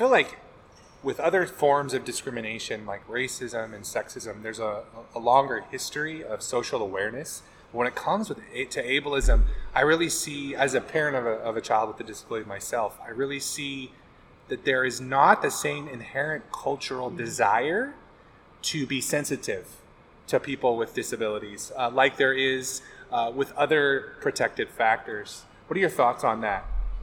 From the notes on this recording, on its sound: we were able to record live at the 2024 El Dorado Charter SELPA Inspiration to Action Symposium